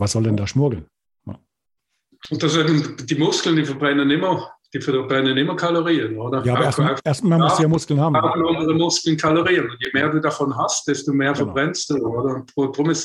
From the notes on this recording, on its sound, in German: im Zoom-Call direkt aus dem schweizerischen Basel